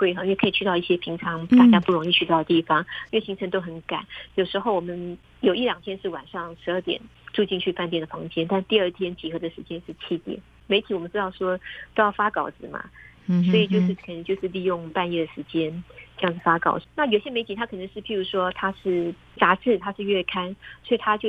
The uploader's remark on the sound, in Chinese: 連線訪問中央社駐北京記者。